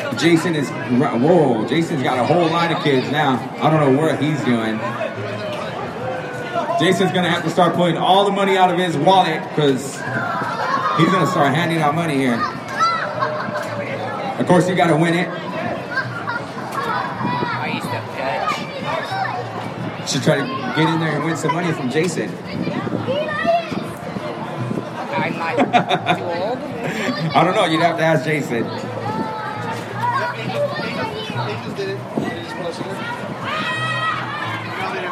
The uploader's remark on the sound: All Angels Podcast Live under the Big.